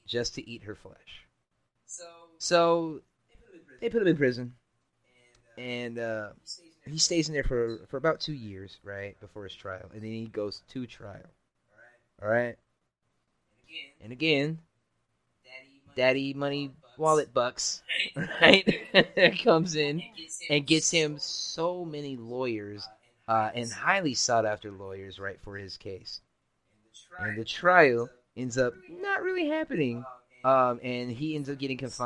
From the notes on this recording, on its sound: Apologies on the Episode Quality, and the Echo everyone, we had a plethora of technical difficulties during this one